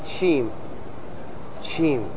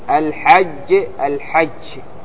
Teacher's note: يخرجون الجيم من غير مخرجها فينتشر بها اللسان حتى تصير كالشين